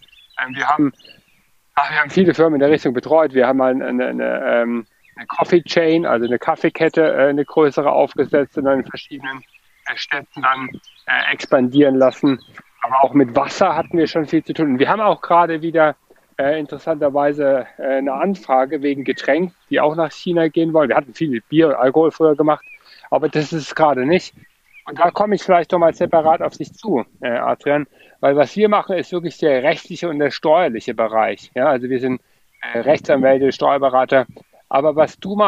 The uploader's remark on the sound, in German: Clubhouse Sendung - Liveaufnahme. In dieser spontanter Aufnahme wurde die Live-Diskussion in der Clubhouse Sendung "ChinaClub" am 30.